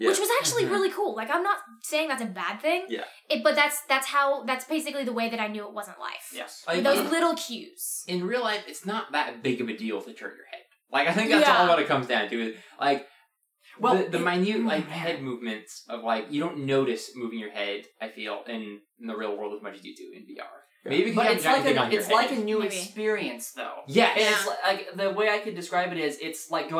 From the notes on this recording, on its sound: Four of the six members of the Whales are Whales Pod-Cast are in the same exact house hold, which means that everyone has super bad audio because no one is professional enough to set up four microphones! Instead, they use one during a thunderstorm and have to use tons of noise cancellation to make anything sound good!